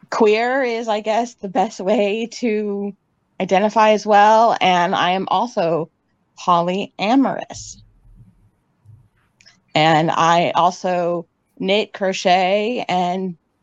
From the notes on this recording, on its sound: Replay from the live stream broadcast of the 2022 Virtual Childfree Convention.